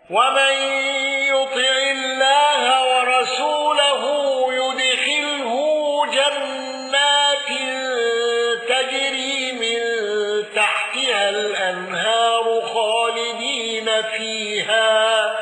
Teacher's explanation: ابن كثير بصلة هاء الضمير.